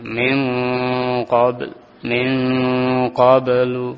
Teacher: lidah bagian belakang menempel rapat ke langit-langit dengan sempurna